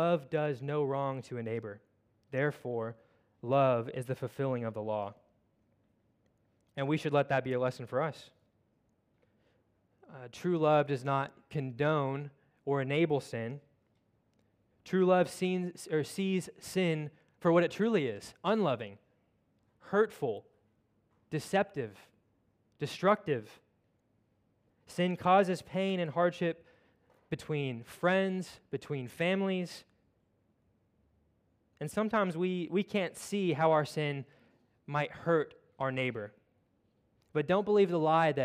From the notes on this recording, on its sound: at Covenant Hope Church in Dubai, UAE on Jan 01, 2023